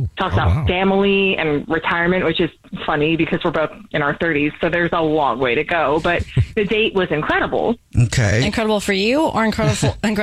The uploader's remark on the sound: We get that other person on the phone